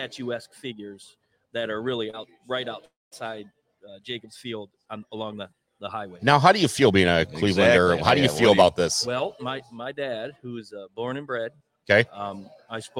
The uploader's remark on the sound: Live from inside the Pro Sports Zone at Laurel Park Mall for the 1st Pro Sports Zone Card Show.